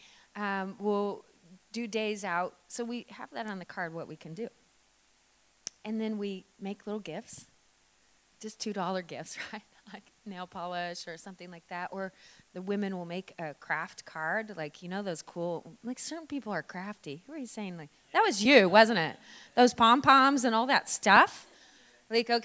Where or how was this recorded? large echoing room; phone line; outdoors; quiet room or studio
large echoing room